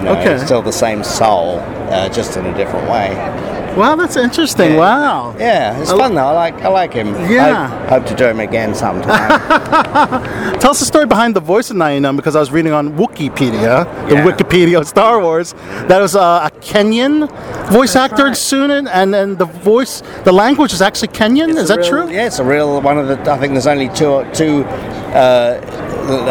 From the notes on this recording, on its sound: conducted at Awesome Con in Washington DC